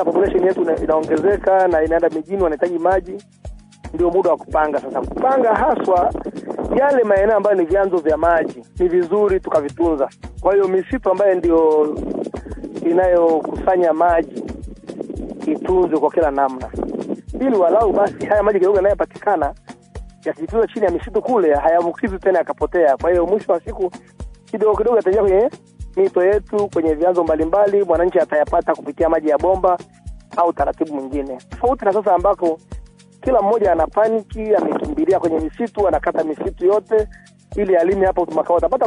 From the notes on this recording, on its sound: We conducted a phone interview